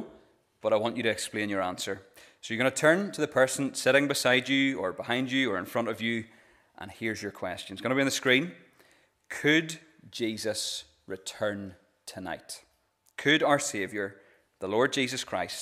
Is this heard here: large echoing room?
yes